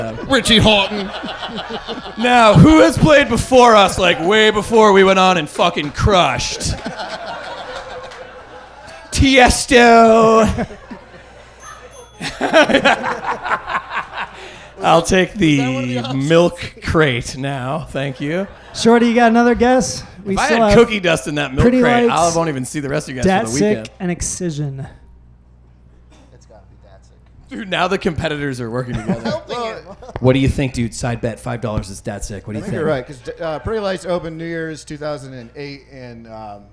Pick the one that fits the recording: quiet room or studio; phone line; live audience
live audience